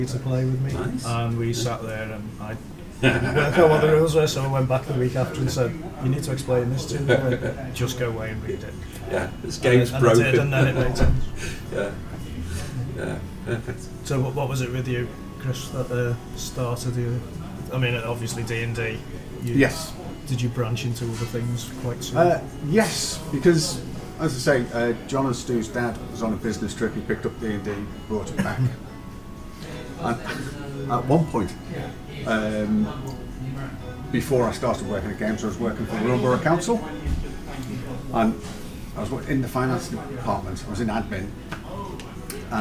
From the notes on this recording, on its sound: Recorded 'live' from the Geek Retreat Games store in Liverpool city centre.